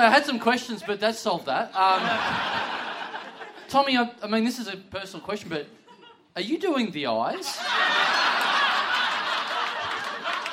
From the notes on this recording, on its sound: Big live podcast and stand-up show.